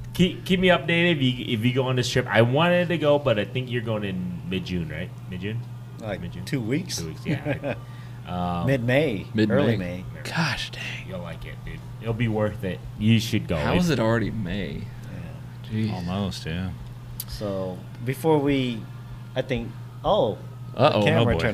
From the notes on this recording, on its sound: Joins BFF at Firetrucker Brewery!